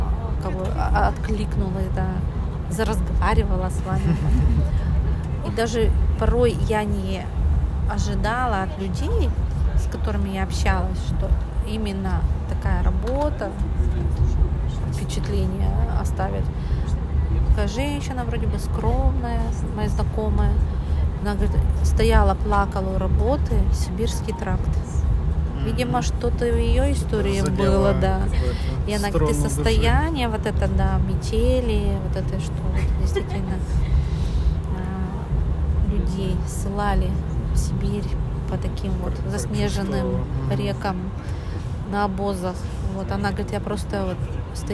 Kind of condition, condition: setting, inside a vehicle